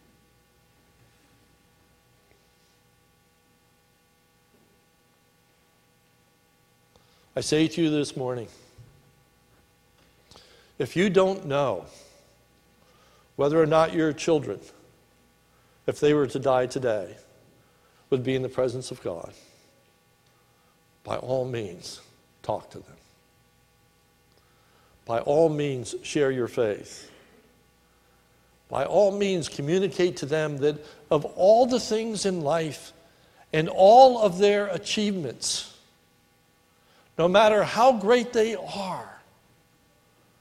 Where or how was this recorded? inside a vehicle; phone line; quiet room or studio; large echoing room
large echoing room